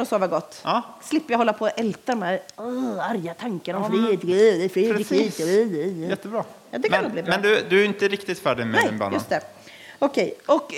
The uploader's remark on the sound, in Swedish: Inspelad under gudstjänst i Equmeniakyrkan Väte 2023-10-15